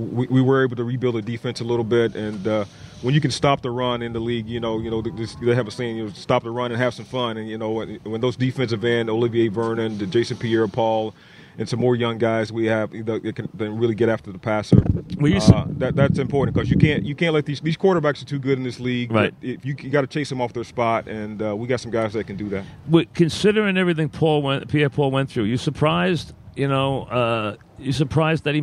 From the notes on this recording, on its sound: live from giant camp